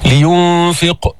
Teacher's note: جيب القلقلة، هون القاف مفخمة بس منها بأعلى درجات التفخيم، لأنه قبلها هي سكنت وقبلها مكسور، يعني بعد الدرجة الثالثة اللي حكينا عنها في المرات السابقة.